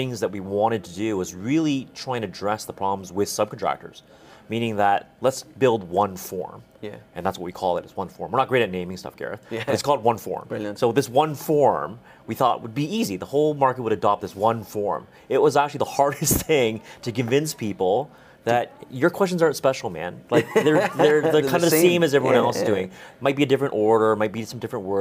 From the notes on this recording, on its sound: Today's episode of The Preconstruction Podcast was recorded Live at Precon World 2023 in Dallas.